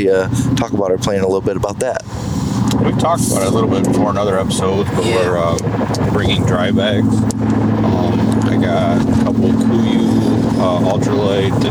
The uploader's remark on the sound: On this episode we take you in the truck ride out west to Colorado for the boys archery elk hunt.